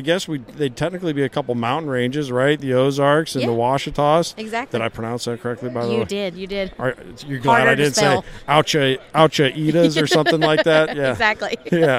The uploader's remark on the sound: Live at Pheasant Fest. We put out a mic to strangers and asked some debated topics.